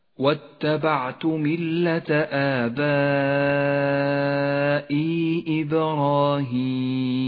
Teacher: المد الأول مد متصل لاجتماع حرف المد والهمزة في كلمة واحدة يمد 5 حركات وجوبا